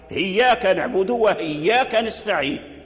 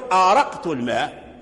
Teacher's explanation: فأبدلت الهمزة هاء لأن الهاء والهمزة يخرجان من مخرج واحد وهما مجاوران